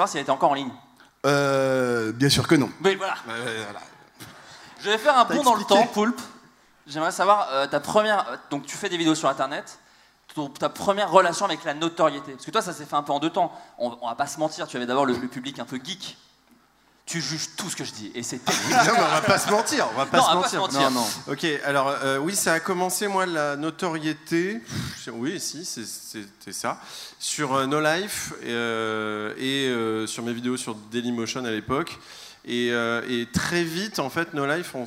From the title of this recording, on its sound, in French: En Public au Bataclan